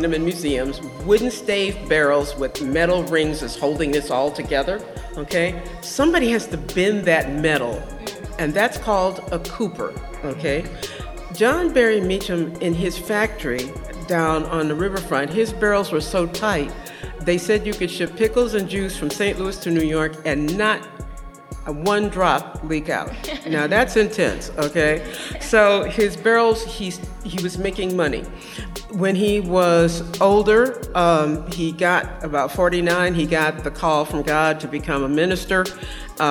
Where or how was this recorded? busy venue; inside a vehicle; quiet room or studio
busy venue